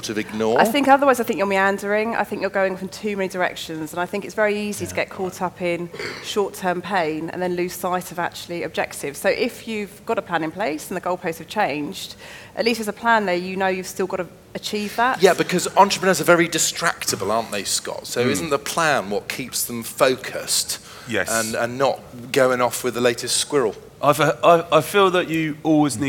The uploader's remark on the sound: Speaking on the second day Elite Business’ live event on March 10